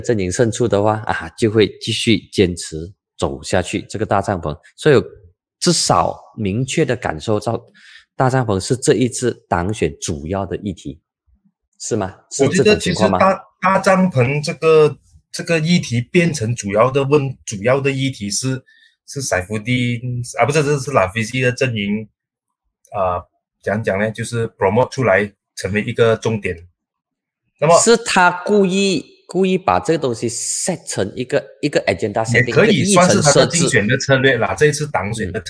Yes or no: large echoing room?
no